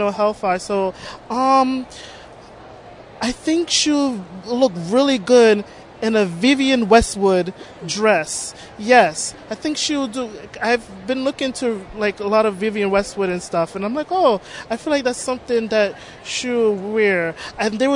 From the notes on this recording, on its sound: recorded at Toronto Comicon